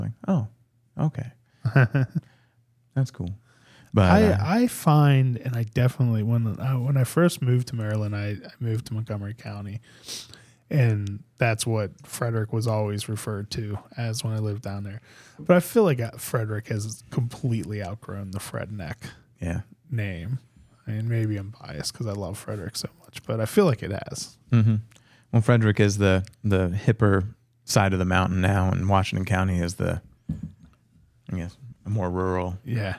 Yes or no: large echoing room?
no